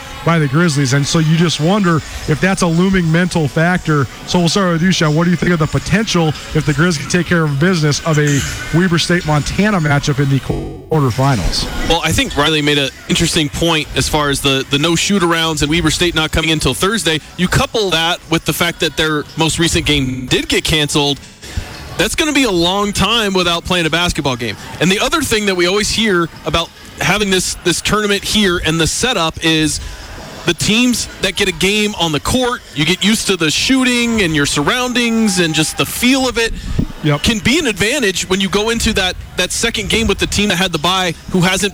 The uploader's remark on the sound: Live from Boise. Live from the Big Sky Tournament in Boise, Idaho.